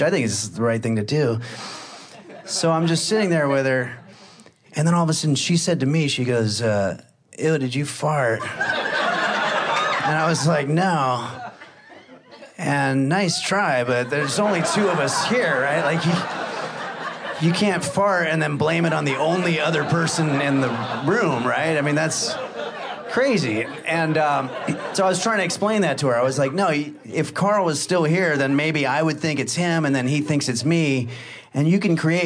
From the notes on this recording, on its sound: Recorded live at The Lyric Theater in his hometown of Los Angeles.